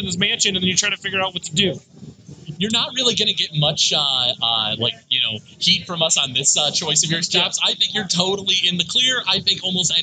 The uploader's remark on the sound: Live from the Michigan Science center for a special episode.